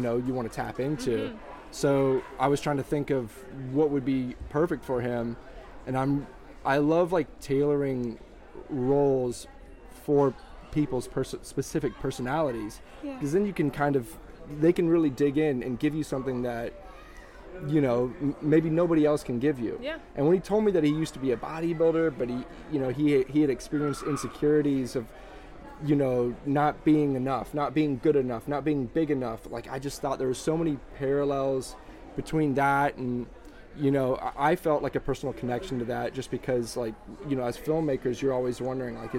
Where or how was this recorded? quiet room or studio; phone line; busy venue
busy venue